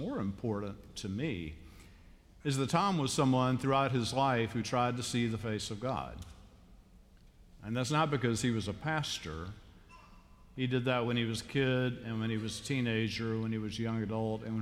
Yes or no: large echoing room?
yes